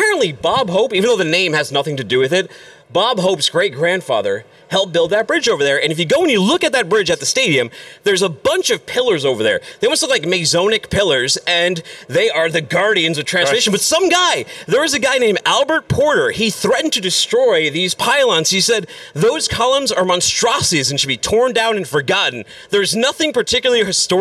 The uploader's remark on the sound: coming to you live from FreightWaves’ Future of Supply Chain in Cleveland, OH.